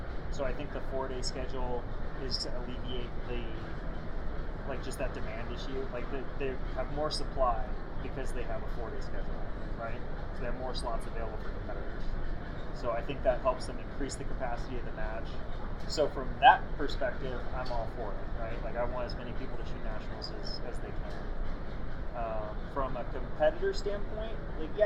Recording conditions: background noise